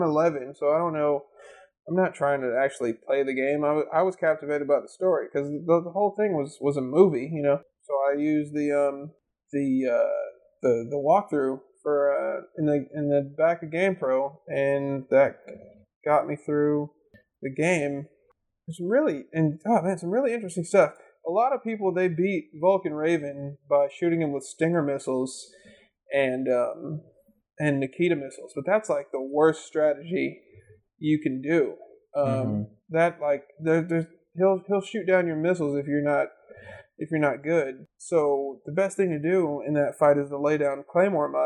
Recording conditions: poor sound quality